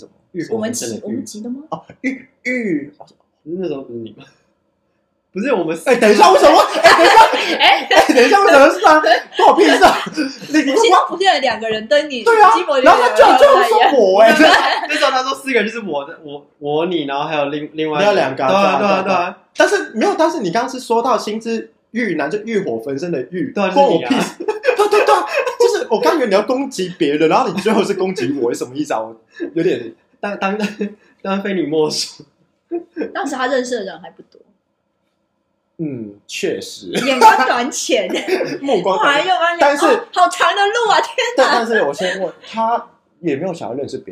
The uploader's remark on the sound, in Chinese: 頭一次跟朋友一起錄音，場面有夠失控。我們的笑聲可能會炸掉你的耳朵。